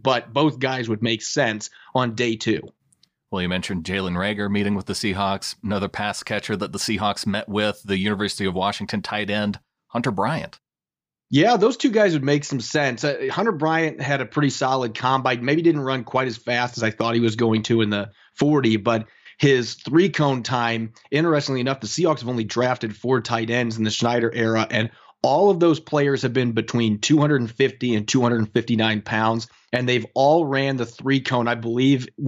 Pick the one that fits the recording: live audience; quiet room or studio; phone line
quiet room or studio